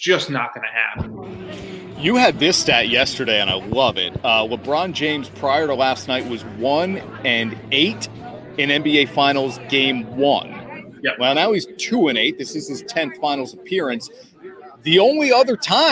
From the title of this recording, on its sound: LIVE From Real Men Wear Pink Kickoff